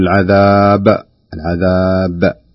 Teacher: حرف القلقلة جاء معنا في نهاية الكلمة في نهاية الآية، وهذه تعتبر من أقوى مراتب القلقلة، لابد أن نبين القلقلة في حالة قراءة الباء.